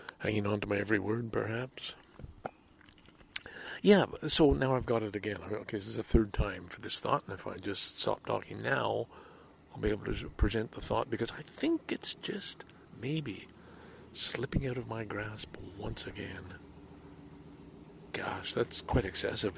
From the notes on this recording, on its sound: enjoys time to read and reflect at nearby Darlington Provincial Park in this longer than usual clearly unedited episode